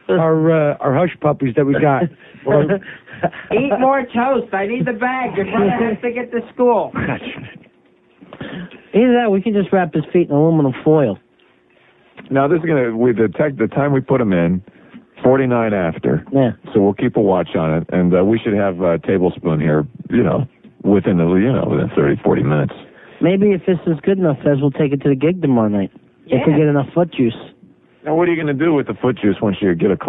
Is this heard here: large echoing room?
no